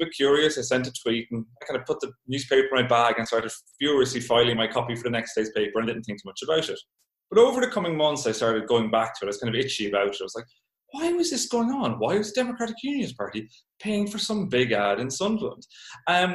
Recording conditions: video call